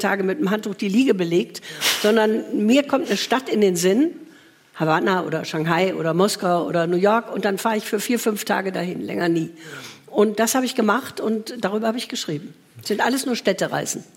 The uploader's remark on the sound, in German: Magische Stimmung im Deutschen Theater Göttingen. Ein Mitschnitt aus dem Deutschen Theater Göttingen. 500 Gäste waren bei der Podcast-Show dabei.